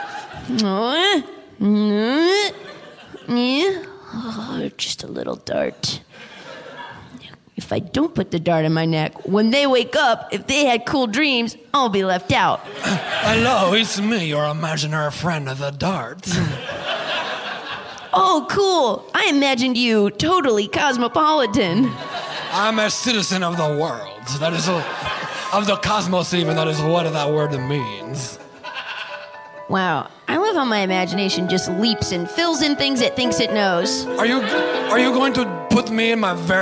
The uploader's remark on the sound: live from the 21st Del Close Marathon in Los Angeles